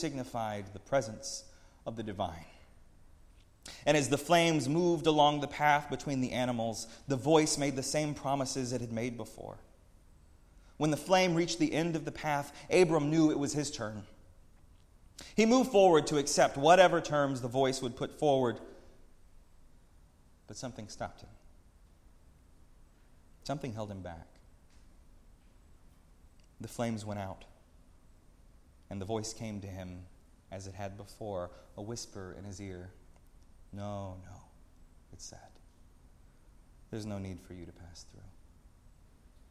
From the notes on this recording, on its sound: preached at Northminster Church on March 17, 2019